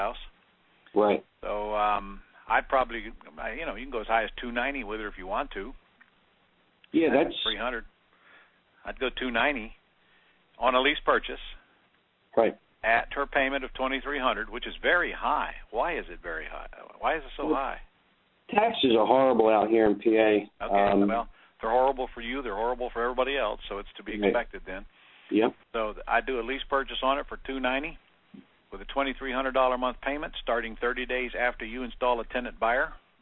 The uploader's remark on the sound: Q&A Call